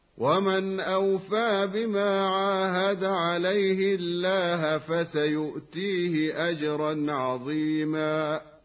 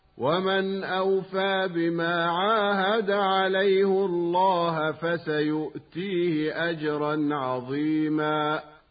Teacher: الهاء هنا من كلمة عليه مضمومة · Shown in: second take · Term: الضم لحفص